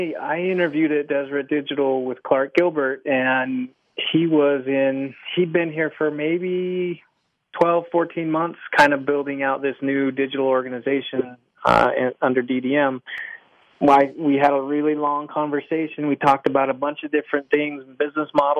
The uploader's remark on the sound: A follow-up phone interview to a recent podcast.